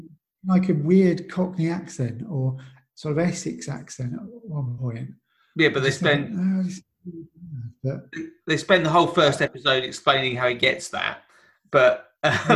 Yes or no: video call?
yes